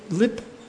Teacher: if I say lip, at the end of a word, there's almost no aspiration. Basically none. · Term: unaspirated P